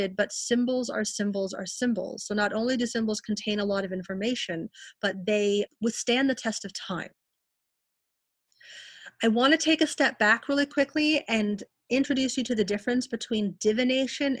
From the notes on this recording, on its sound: Each episode of The BTG Ppodcast is recorded LIVE during my virutal Healing Circles. These free virtual gatherings that take place twice a month.